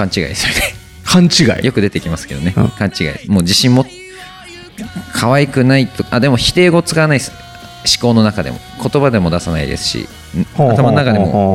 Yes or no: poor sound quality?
no